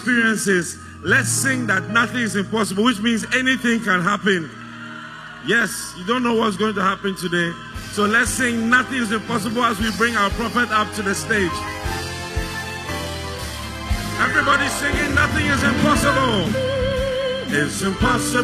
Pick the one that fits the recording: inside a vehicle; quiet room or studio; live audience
live audience